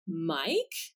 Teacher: our voice goes up at the end